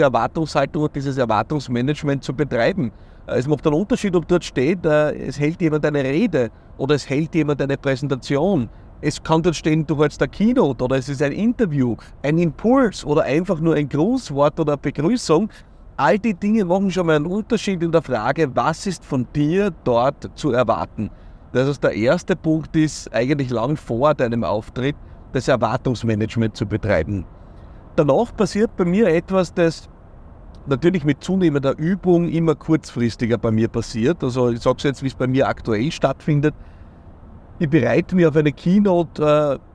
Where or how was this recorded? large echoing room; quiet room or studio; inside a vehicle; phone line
inside a vehicle